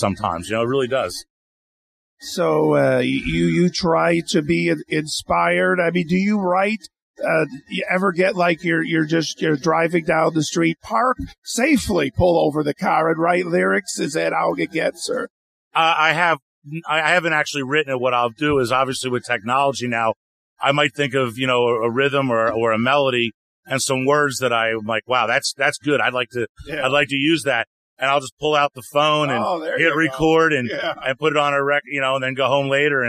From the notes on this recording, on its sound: Today as we once again record our show at The Sanford Music Festival in Sanford, Florida